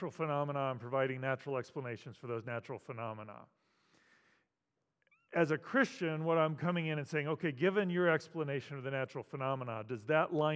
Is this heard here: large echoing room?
yes